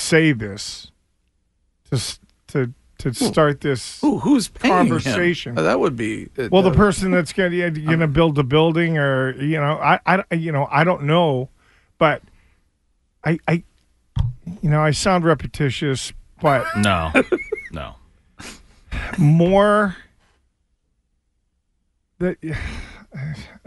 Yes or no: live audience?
no